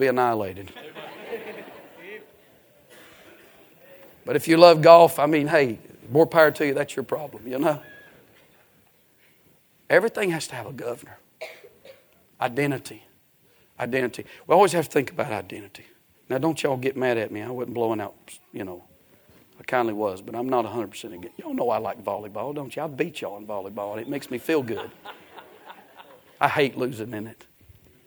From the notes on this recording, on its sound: A sermon preached Sunday Morning, on May 14, 2023.